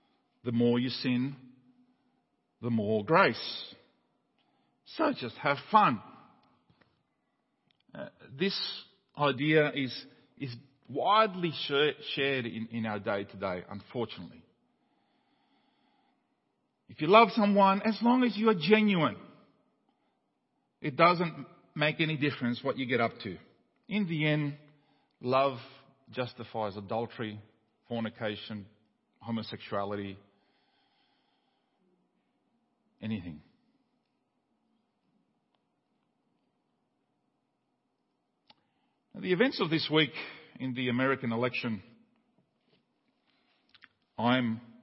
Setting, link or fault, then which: setting, large echoing room